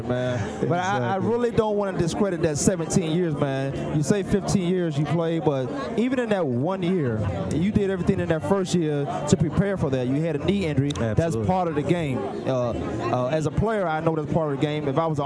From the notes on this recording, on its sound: Live from the Player Network Event: Super Bowl 44. This will be the second consecutive year that VoiceAmerica hosted a live event from PNE.